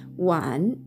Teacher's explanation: 文字を書きまして「wan」というふうに発音します発音記号は WAN 第三声低く沈む音になります